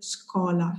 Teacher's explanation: So the S shouldn't be so strong, scuola, so light S. In Sicilian is scuola, sh, this sh, very strong.